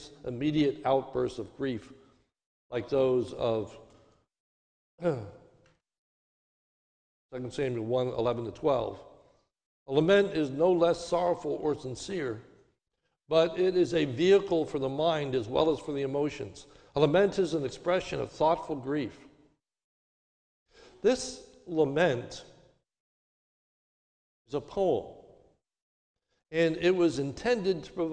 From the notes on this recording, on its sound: This is a sermon recorded at the Lebanon Bible Fellowship Church on 5/30/21 during the morning service